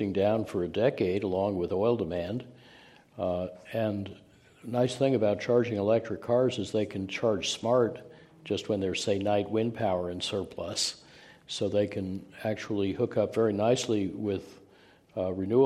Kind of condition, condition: setting, live audience